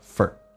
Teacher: For 不被强调，说成一个 F,叫个儿化音